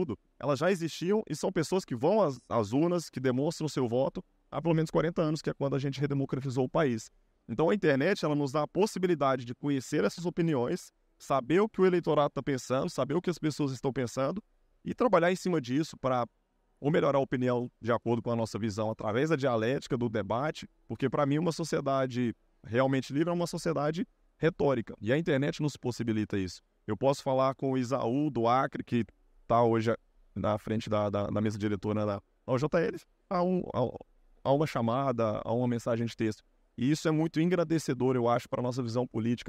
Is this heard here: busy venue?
yes